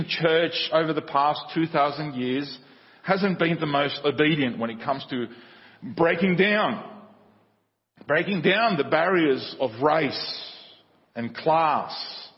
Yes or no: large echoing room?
yes